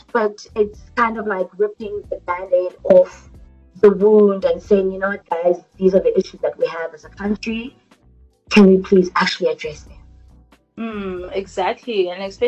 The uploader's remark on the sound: They recorded the episode via Skype so there are some technical issues with the audio.